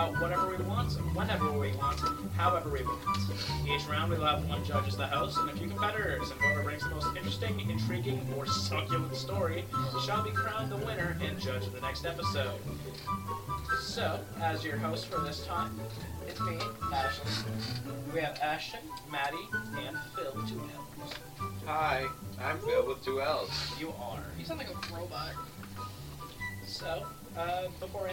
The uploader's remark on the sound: Chaos ensues as glass shatters, microphone settings are outta wack, and the wii keeps crashing. Sorry for the audio quality for most of the episode.